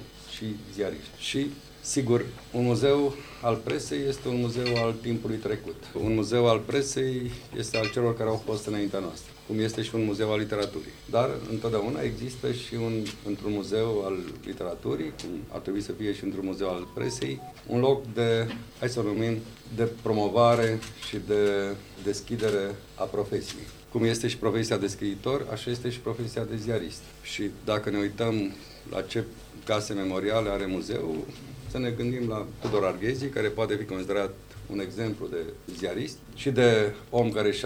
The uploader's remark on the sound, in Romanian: Înregistrare de la eveniment.